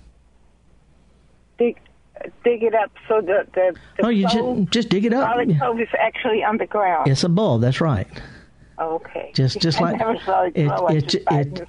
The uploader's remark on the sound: Live in the studio taking your calls.